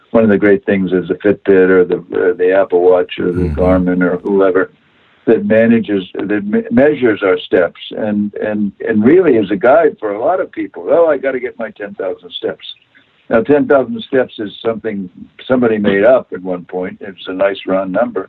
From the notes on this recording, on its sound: via internet phone